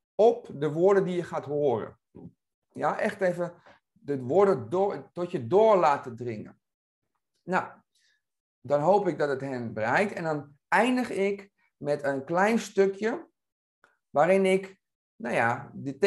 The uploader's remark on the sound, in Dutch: In deze korte aflevering hoor je de introductie die ik live heb opgenomen tijdens deze videosessie.